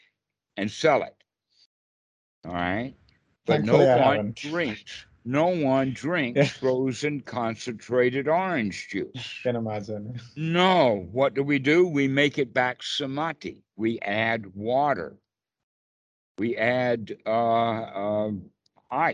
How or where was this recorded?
video call